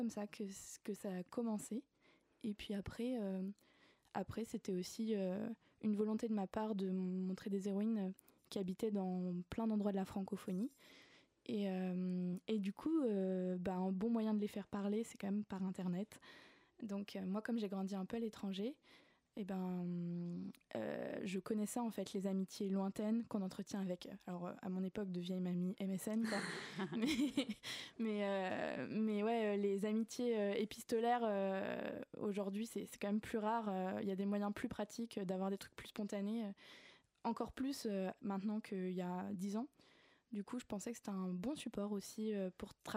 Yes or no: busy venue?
no